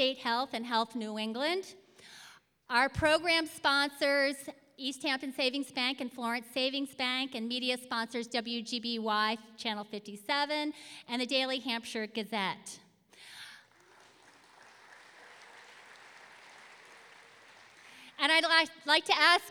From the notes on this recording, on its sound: New England Public Radio and the Academy of Music Theatre collaborated to present four live Story Slam events at Hinge in Northampton, MA in 2014-15.